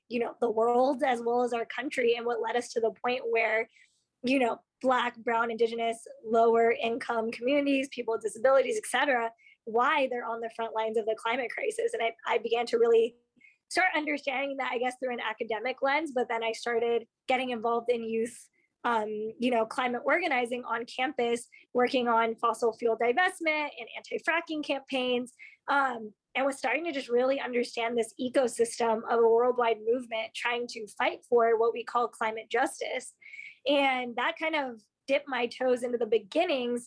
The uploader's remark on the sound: After a trailblazing day, she hopped online to record our conversation.